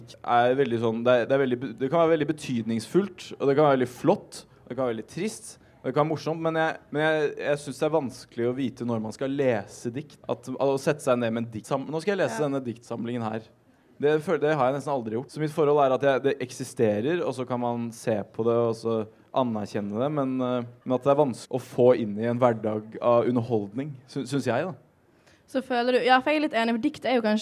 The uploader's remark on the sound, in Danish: Live på Novafest